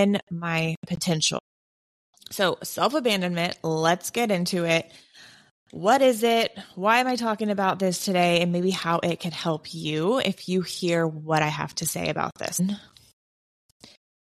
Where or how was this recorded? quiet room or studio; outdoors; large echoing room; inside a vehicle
quiet room or studio